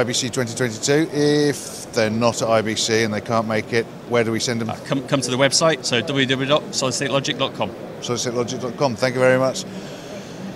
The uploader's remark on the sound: At IBC 2022